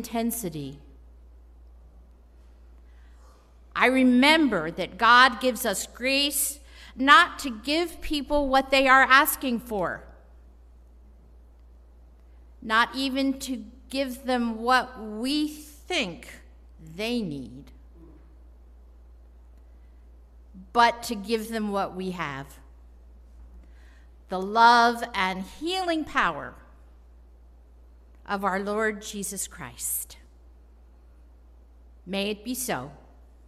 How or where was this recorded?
large echoing room